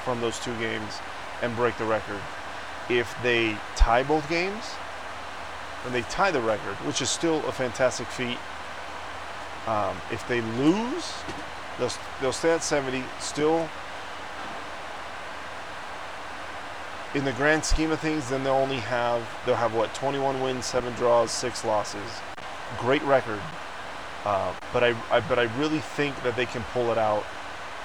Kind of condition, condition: setting, inside a vehicle